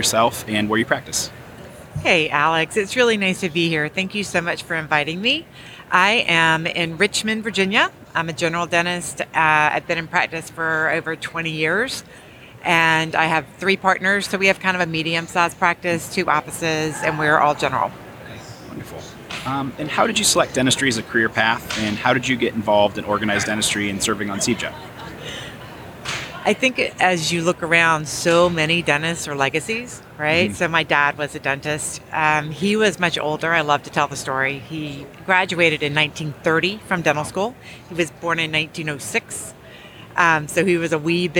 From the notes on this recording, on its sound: live from Smilecon.